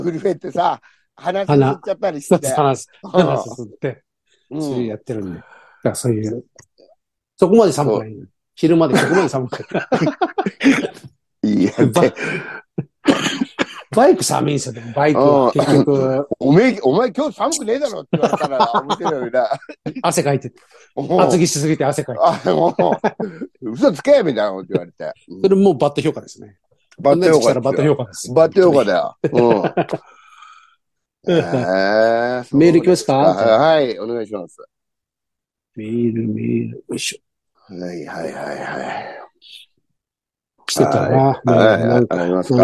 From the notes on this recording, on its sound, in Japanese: ZOOMで収録